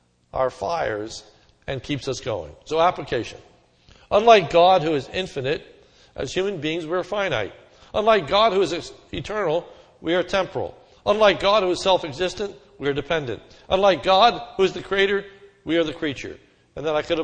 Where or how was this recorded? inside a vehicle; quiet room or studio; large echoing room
large echoing room